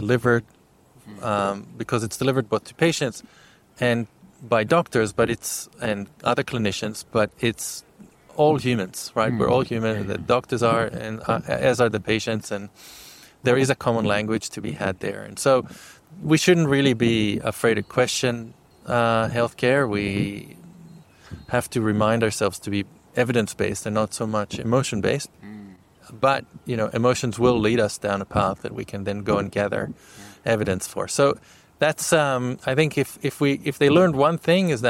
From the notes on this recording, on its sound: recorded at the Digital Health CRC Curiosity Camp